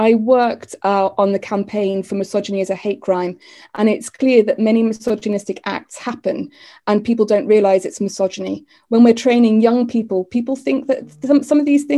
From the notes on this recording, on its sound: a recording of the online hustings event hosted by the Wellbeing Economy Alliance for Wales